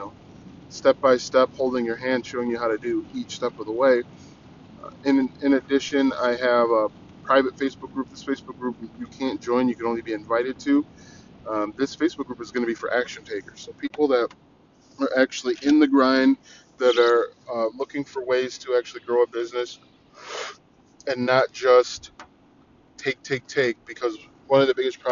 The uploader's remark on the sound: I try podcasting from my car.